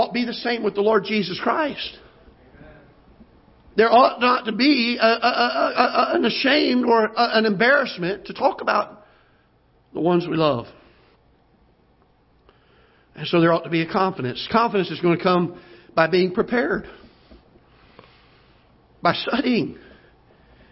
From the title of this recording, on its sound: Ketha Heights Baptist Church ~ Live Broadcast